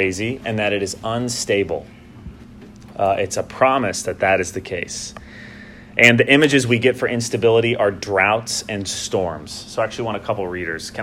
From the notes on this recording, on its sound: Homily delivered on Sunday morning, September 15, 2019 at the Christ Church Madison Fall Retreat held at the Green Lake Conference Center.